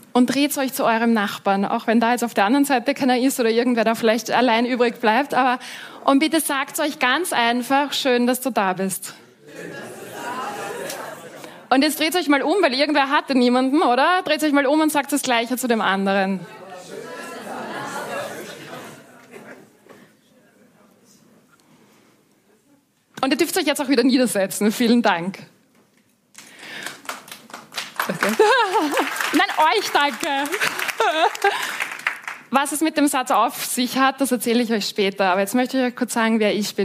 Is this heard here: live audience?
yes